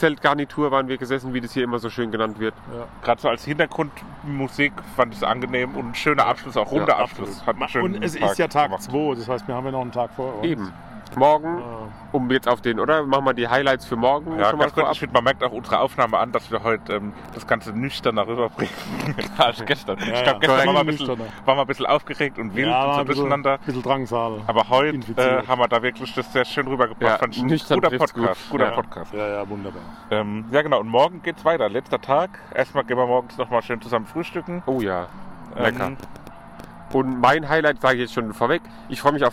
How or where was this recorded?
busy venue